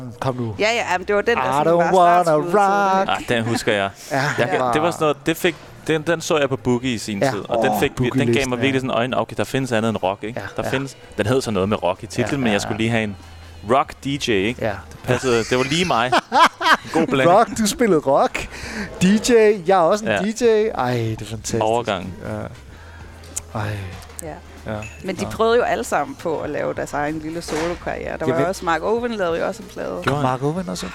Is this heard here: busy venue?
yes